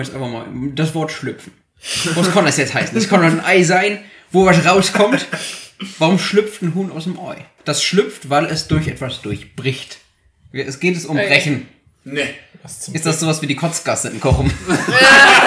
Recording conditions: poor microphone